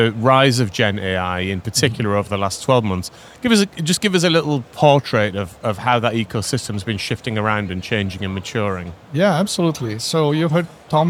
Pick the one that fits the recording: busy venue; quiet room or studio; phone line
busy venue